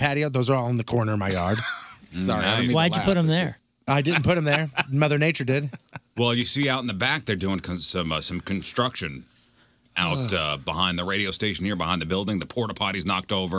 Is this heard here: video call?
no